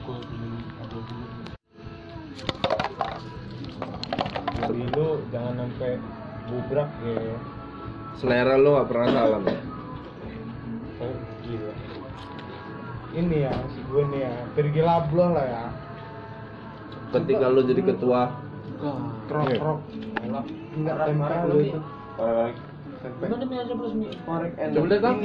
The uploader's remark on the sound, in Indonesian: Ya kualitas audio aneh